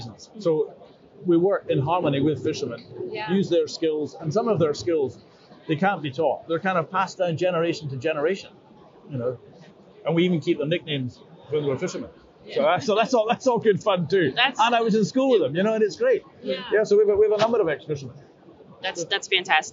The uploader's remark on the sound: Live From Seafood Expo Global. Recording directly from the Scotland Pavilion in Hall 2, on the second day of the Barcelona show.